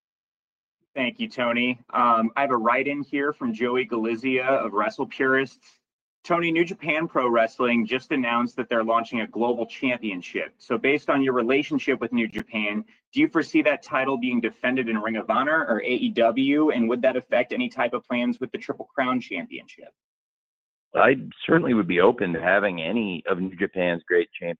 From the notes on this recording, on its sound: Media Conference Call.